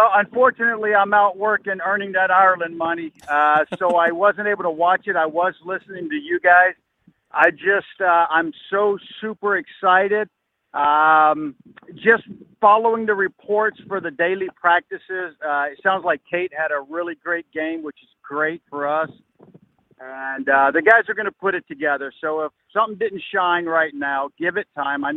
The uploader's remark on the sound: Warchant Gameday Postgame Call-In Show.